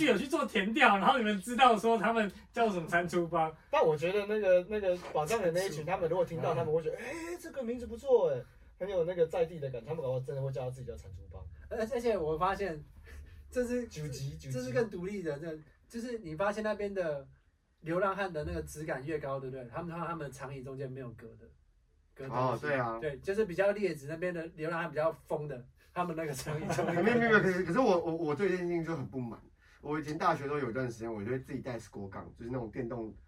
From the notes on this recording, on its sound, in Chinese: 錄音重大失誤，抱歉！我們忘了按下介面器上的錄音按鍵。